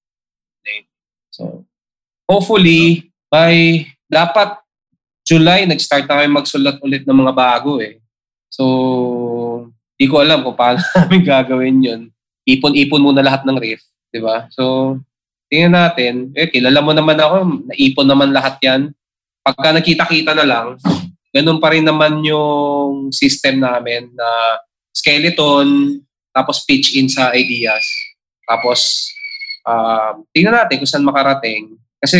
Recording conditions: video call